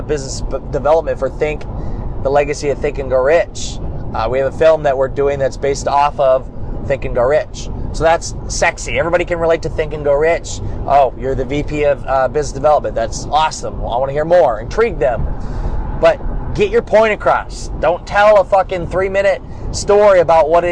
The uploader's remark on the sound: Why I’m driving back from Miami right now.